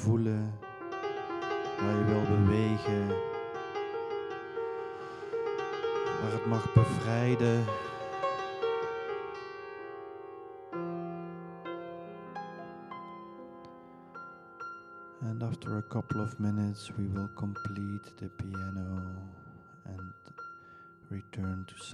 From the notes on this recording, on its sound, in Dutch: Tijdens het Reversed Leadership Seminar gegeven 7 SENSES meditatie met Live Kundalini Piano. Opgenomen in de Mariakapel van Conscious Academy op Landgoed Coudewater in Rosmalen.